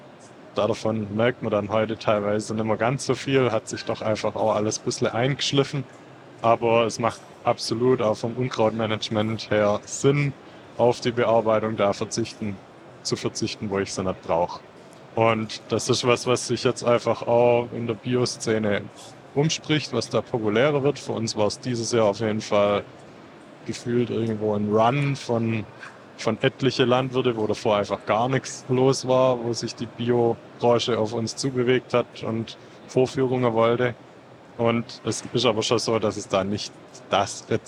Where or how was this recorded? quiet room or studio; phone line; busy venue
busy venue